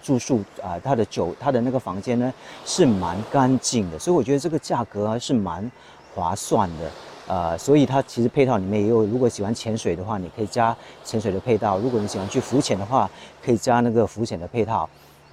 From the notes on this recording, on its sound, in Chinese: 停泊岛，位于半岛东北边，登嘉楼的外海，一组很漂亮的双岛。这期节目，在岛上录制，所以也可以听到停泊岛的海浪声。